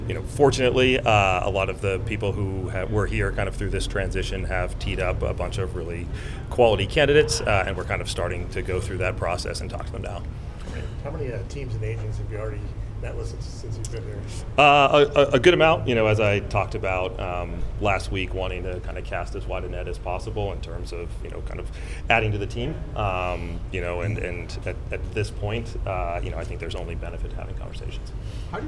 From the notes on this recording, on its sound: Meets The Media On Day 1 Of The GM Meetings. Answer questions from the Boston media.